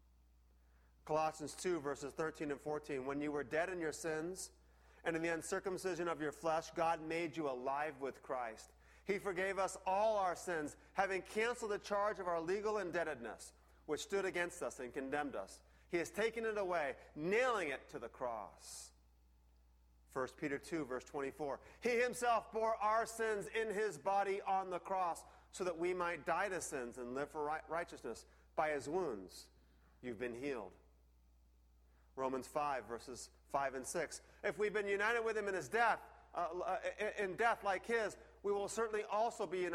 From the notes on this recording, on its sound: The sound quality is a bit low for the message itself.